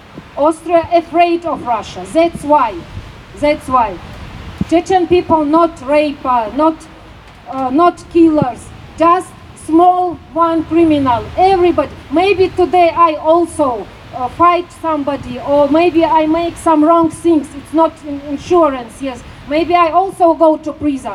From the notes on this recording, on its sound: O-Ton Kundgebung „Bleiberecht für alle“. In Wien.